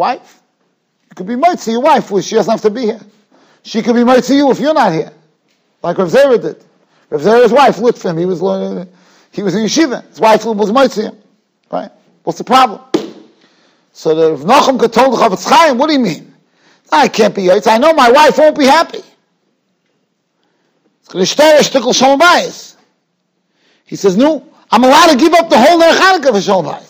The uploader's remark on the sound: Shiur recorded in Yeshivas Ohr Reuven, Monsey, NY.